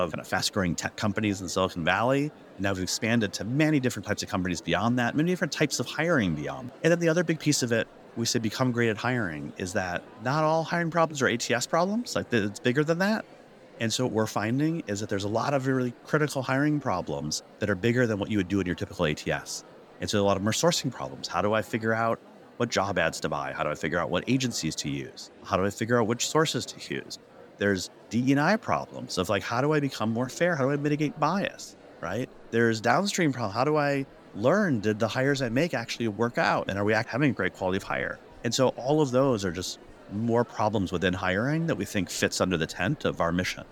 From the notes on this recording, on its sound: We’re bringing you the highlights from the HR Technology Conference straight from the Las Vegas floor.